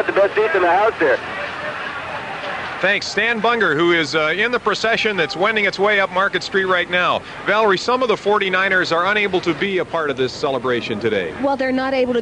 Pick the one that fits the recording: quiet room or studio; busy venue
busy venue